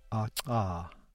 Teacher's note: The dental click is ah. You will notice that it has an affricated release.